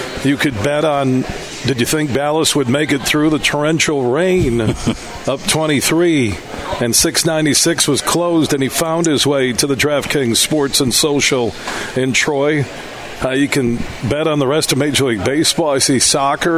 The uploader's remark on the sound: Today we're broadcasting live from Draft Kings Sports and Social in Troy Michigan